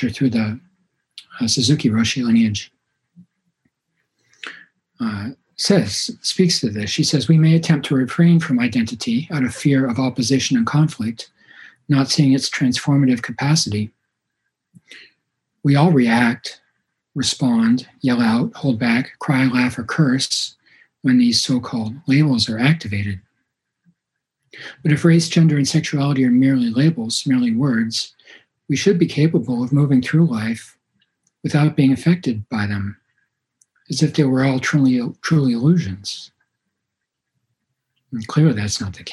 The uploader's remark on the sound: Zen Mountain Monastery (Via Zoom).